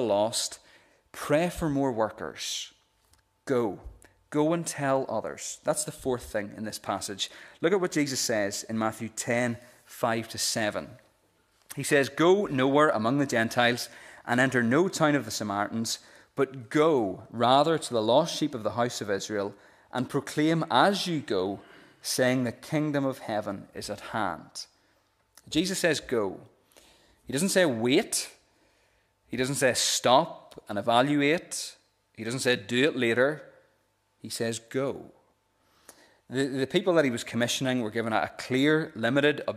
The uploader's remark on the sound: This is the recording of the Bible reading and sermon from our evening service on Sunday 4th June 2023.